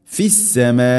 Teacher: മദ്ദിൻ്റെ അക്ഷരമായ അലിഫിന് ശേഷം ഹംസ അതേ പദത്തിൽ, അതുകൊണ്ട് നാലോ അഞ്ചോ ഹർക്കത്തിൻ്റെ ഖദറിൽ നിർബന്ധമായിട്ടും നീട്ടണം. മദ് മുത്തസിൽ, മുത്തസിൽ വാജിബാണ്.